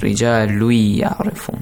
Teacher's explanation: So you merge lam with ya.